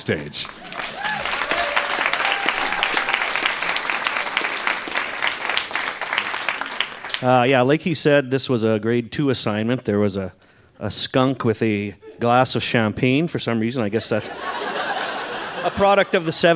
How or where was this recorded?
live audience